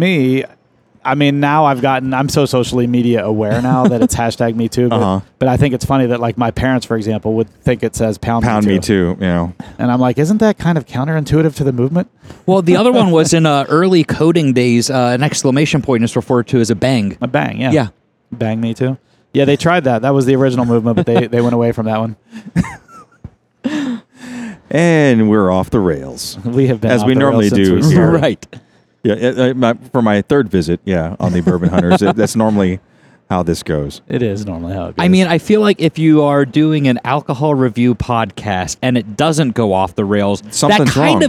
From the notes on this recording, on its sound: Join us this week as we podcast from the Arnold Sports Festival in Columbus, OH.